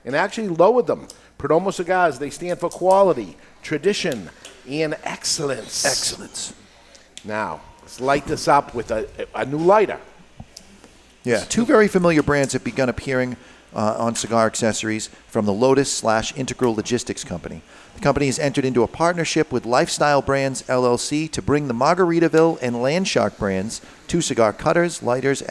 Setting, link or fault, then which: setting, live audience